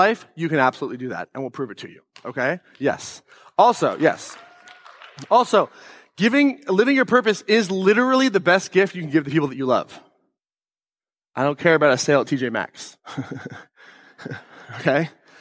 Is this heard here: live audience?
yes